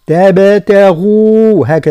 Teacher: ثم حذاري ننتبه إلى نطق تبتغوا، منفخموش التاء تصبح طاء تبتغوا، والباء انقلق لها يعني تبتا يعني التاء الأولى، والباء والتاء الثانية رقهم مع قلقلة الباء، ثم الغين مفخمة مع بيان المد تبتغوا هكذا، مش تبتغوا، تبتغوا فضلا من ربكم، يعني فضلا ترقيق الفاء وتفخيم الضاد، فضلا من ربكم.